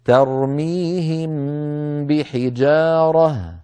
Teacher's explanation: هذه الميم مخفى فلا بد من تطويل غنتها ولكن أقل بقليل من المشددة · Term: كاملة